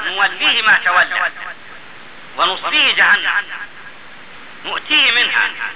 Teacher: هو اختلاس حركة الهاء. يعني يترك حرف المد · Term: القصر